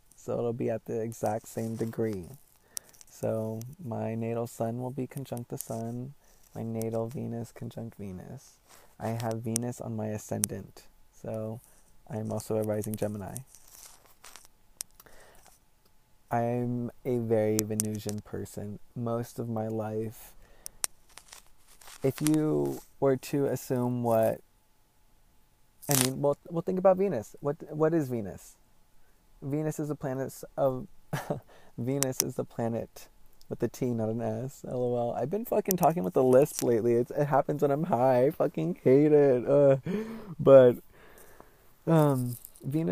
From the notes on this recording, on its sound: Also, sorry about the audio quality for the first hour & then some (was hiking). It does get clearer & it’s noted.